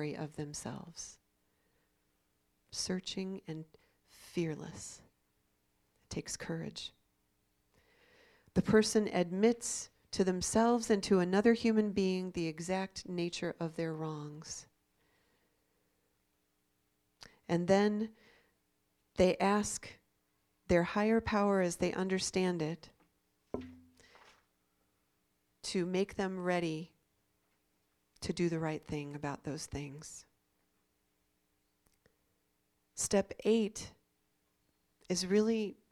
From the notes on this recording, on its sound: This is a recording of the talk given on January 17, 2016 at the Hopedale Unitarian Universalist Community in Oxford, Ohio